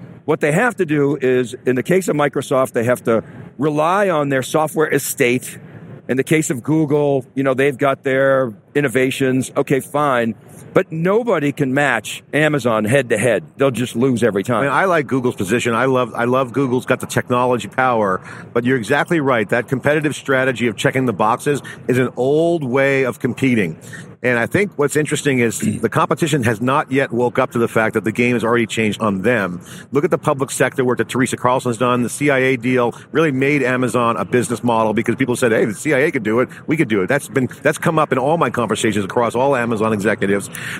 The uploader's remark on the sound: AWS re:Invent 2018. TheCUBE's second day of live coverage from Las Vegas NV.